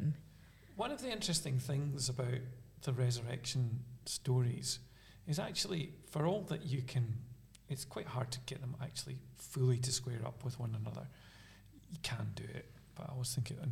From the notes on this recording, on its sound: Are together in Aberfeldy. This episode was recorded in Aberfeldy Church of Scotland.